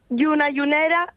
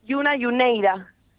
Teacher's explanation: Meten ahí ese diptongo entre la E y la I. · Shown in: second take · Term: diptongos decrecientes